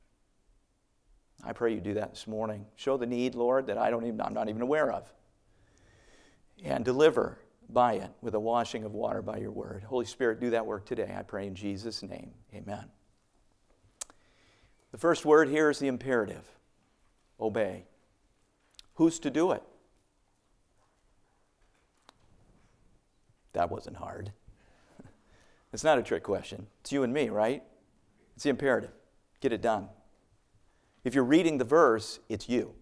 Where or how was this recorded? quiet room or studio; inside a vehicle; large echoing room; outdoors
large echoing room